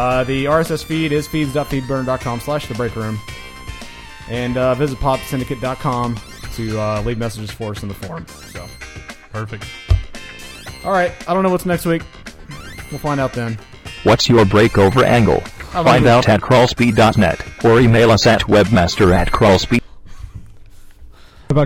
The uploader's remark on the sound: another phone call